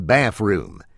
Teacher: the double O, the oo sound, which might get turned into an ew sound, as in bathroom.